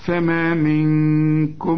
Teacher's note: من الميم بعدها ميم إدغام بغنة